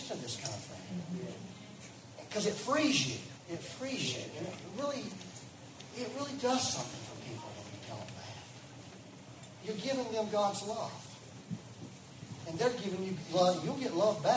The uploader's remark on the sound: We had some technical difficulties and had to use the live stream for back up audio. Please excuse the low sound quality.